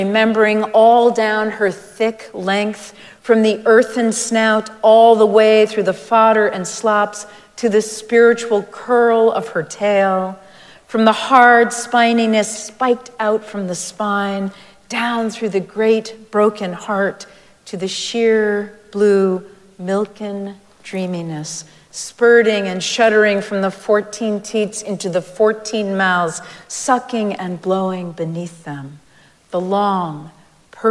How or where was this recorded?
large echoing room